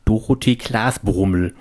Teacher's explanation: Ich habe das auch immer optisch vor Augen, also Dorothee-Glasbrummel, dieser Name, Vorname und Nachname in einem, endet mit einer Schnute. Dunkle Vokale, O und U. Und in der Mitte ist es hell, E und A.